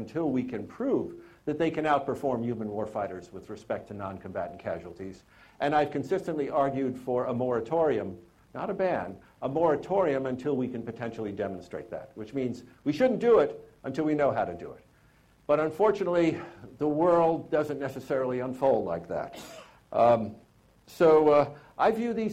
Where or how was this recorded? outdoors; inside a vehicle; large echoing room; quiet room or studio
large echoing room